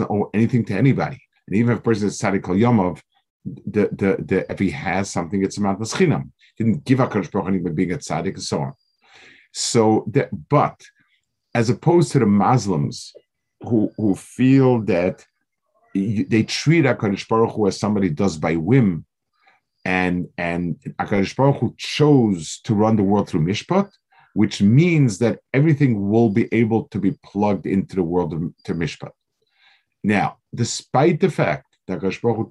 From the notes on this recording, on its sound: This shiur take place over Zoom on Motzei Shabbos.